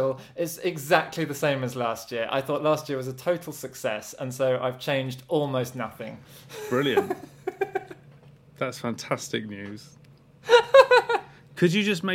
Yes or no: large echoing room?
no